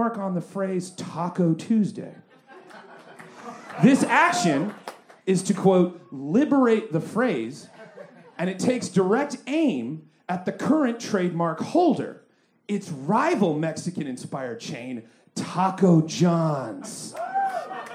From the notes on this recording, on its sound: Recorded LIVE at Chicago’s Historic Green Mill Lounge on May 20th 2023.